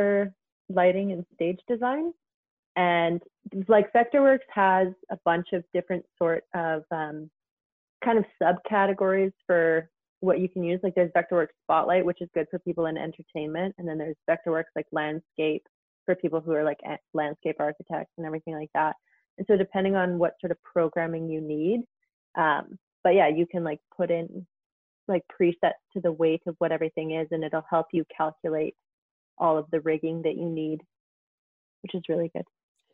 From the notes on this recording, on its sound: I touch base with them via Zoom